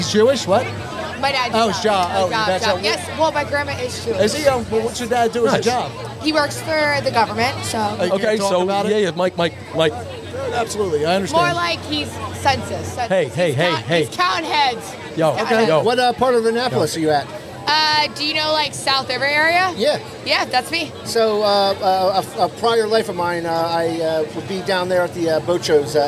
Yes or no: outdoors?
yes